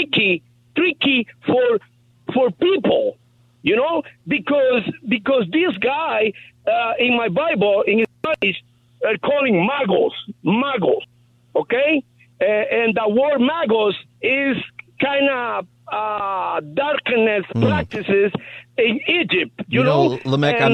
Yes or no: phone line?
yes